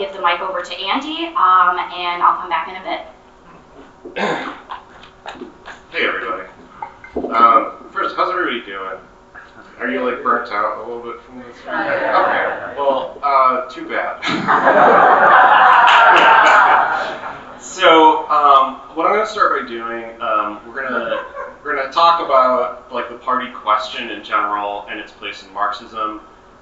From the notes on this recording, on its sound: Session recorded at Socialism 2022. This session was sponsored by the Tempest Collective.